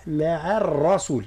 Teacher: ثم هنا عنا العين من معاه، حاذت الراء من لفظة الرسول، والراء مفخمة لأنها مفتوحة، وزيد التفخيم يبان أكثر لأنها مشددة، فحذاري من تفخيم العين، لا نقول مع الرسول، لا مع الرسول، يعني العين نحافظ لها على الترقيق نتاعها، والراء تكون مفخمة